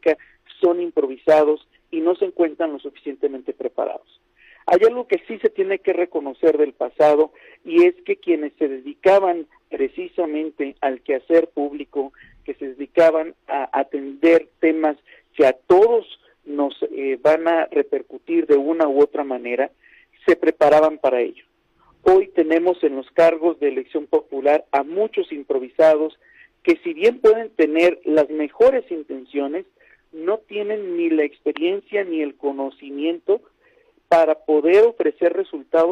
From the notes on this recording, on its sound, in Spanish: Esta mañana en #Noticias7AM entrevistamos vía telefónica